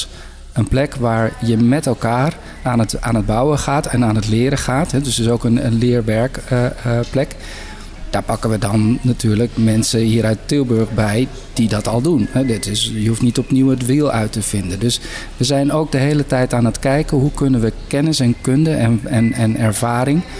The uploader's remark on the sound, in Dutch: Opname: 1 november 2022, tijdens de nationale Klimaatweek in de Stadskas, in de LocHal in Tilburg. Tijdens de nationale Klimaatweek in de Stadskas, in de LocHal in Tilburg.